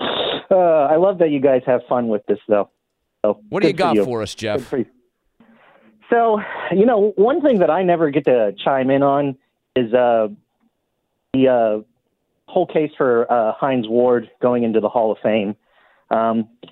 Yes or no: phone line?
yes